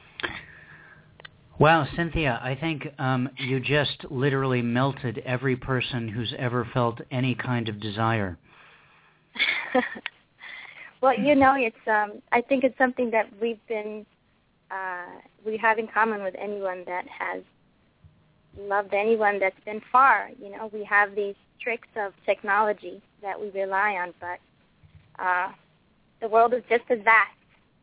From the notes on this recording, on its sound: It was truly the international edition of Poetry Super Highway Live this month with callers early in from Australia and Singapore In addition to folks representing the good old U.S.A.